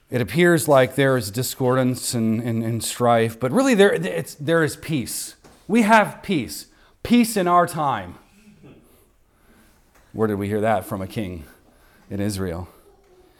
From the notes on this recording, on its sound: recorded on Sunday, December 31st, 2023, at the weekly worship gathering of Cross & Crown Church